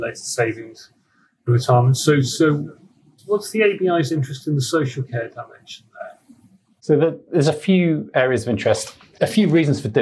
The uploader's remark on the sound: I got the mic setting wrong on this one so the sound quality is a bit poor, sorry.